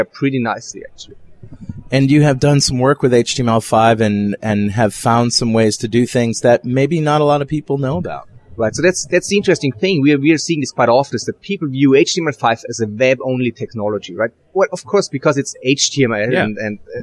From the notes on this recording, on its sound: While at the Norwegian Developers Conference in Oslo, Norway